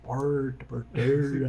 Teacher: Esse é o que é o chamado R retroflexo ele vem do, do Tupi-Guarani